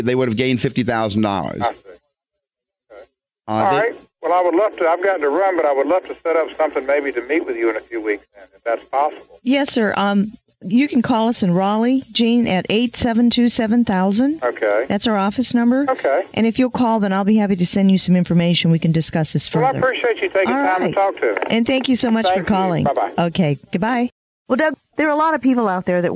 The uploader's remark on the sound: Financial planning call-in show.